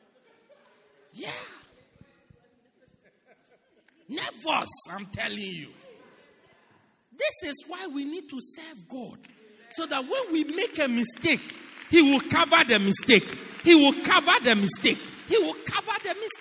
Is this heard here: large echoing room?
yes